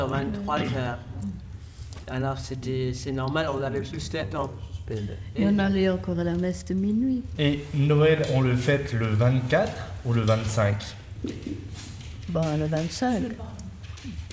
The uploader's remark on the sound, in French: L’émission a été enregistrée à la Kettenfabrik de Sarrebrucken , en présence des seniors allemands et français. L’émission a été enregistrée à la Kettenfabrik de Sarrebrucken , en présence des seniors allemands et français.